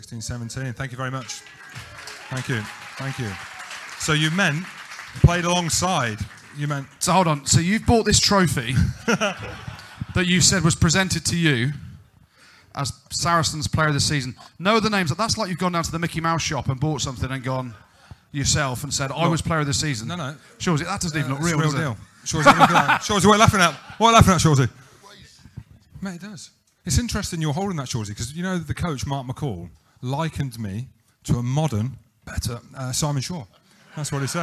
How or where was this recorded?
busy venue